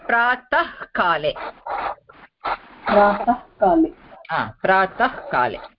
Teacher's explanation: we don't say the Visarga which is in the middle